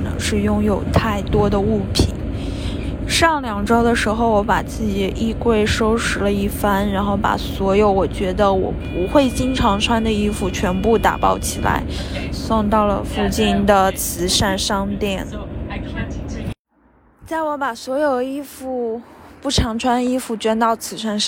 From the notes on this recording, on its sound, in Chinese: 在伦敦醉酒/散步才是正经事。录制于和朋友喝完酒后回家途中，因此会有地铁和公交车以及风声的杂音。